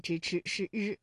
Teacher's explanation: 日呢是舌尖后音擦音，发音的情况其实和湿是非常相近的，只是摩擦比湿要弱，同时声带颤动，气流带音